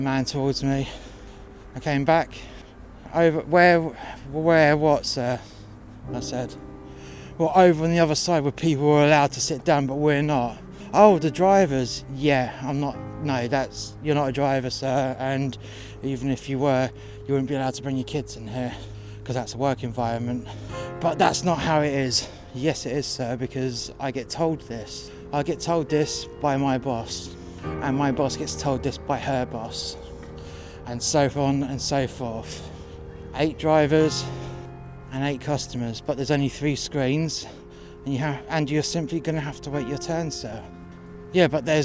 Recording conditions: outdoors